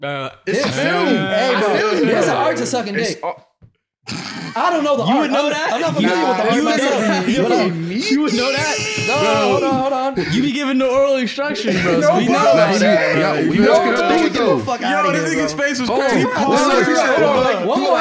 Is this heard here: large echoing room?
no